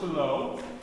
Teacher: Unvoiced. You don't use your voice to make F. You just use the lips and the teeth.